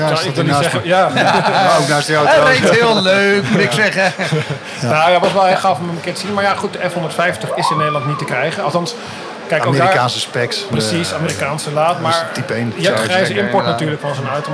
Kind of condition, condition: setting, busy venue